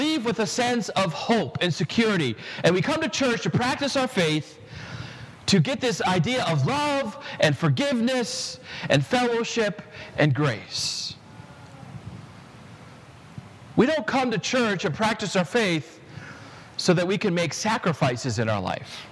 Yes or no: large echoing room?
yes